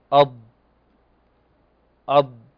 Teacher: الأمام قليلا حتى يصل رأسه إلى الثنايا العليا ليشمل الحافتين الأماميتين، ويكون صوت الاستطالة في بدايتها قويا ثم يتضاءل بالتدريج حتى ينتهي